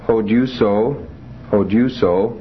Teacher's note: accent on the penult there because of the omega ending